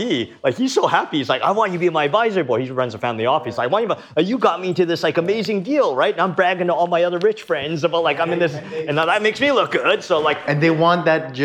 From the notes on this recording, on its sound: We were lucky enough to record this episode with him during How To Web.